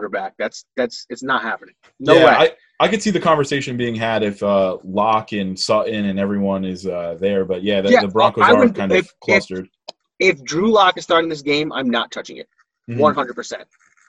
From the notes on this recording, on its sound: The gang is back together (remotely on Zoom).